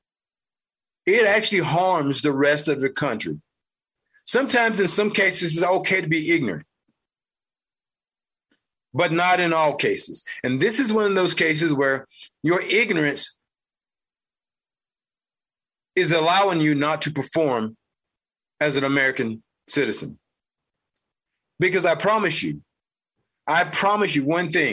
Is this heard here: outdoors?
no